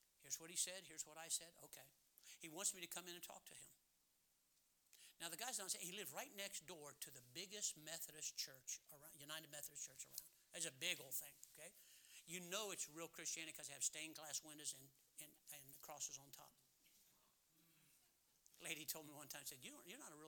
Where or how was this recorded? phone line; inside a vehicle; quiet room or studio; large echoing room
large echoing room